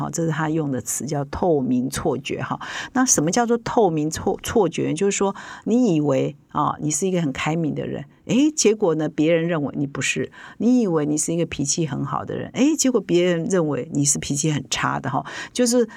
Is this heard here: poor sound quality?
no